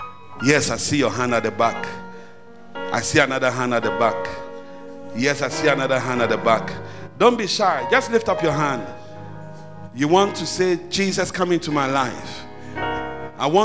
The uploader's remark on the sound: At The Fountain of Life Cathedral, The Presence Service